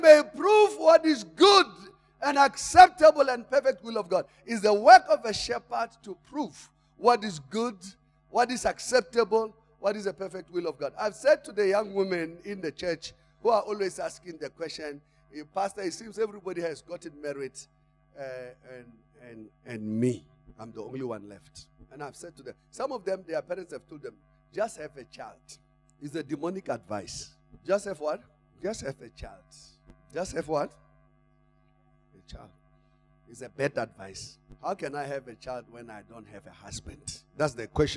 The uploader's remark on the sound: Service: Church Growth Conference Day 2 (Session 1). Campus: Arcadia Campus.